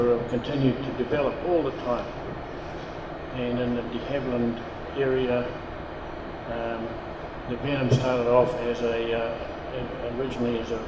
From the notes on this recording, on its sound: recording from the recent WONZ Christmas Party